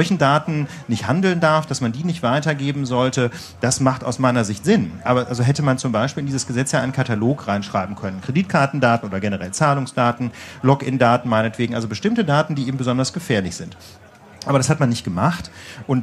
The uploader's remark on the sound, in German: Chaos Communication Congress (32C3) und haben uns auf die Bühne des Sendezentrums begeben um eine Sendung live vor Publikum aufzunehmen.